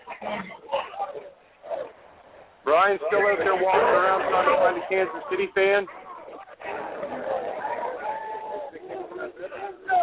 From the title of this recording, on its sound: Live from Arrowhead Staduim